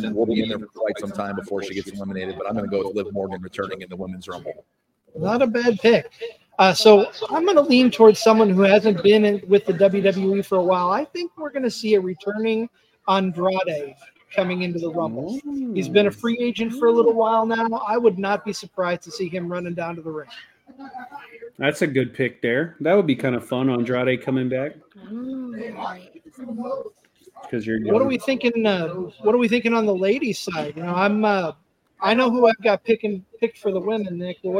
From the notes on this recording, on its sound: Royal Runble Watch Party Preshow. Broadcasting live on location.